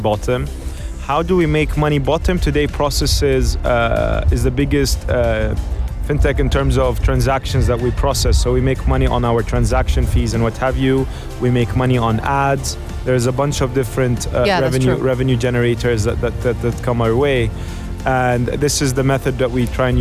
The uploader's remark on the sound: Live from SEF 2024